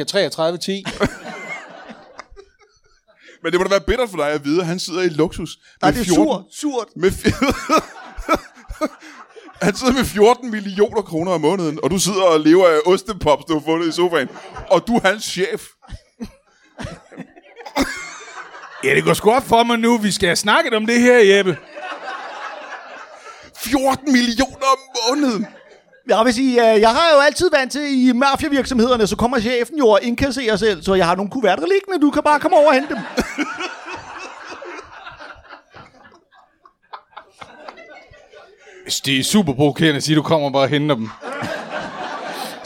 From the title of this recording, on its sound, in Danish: LIVE fra Kolding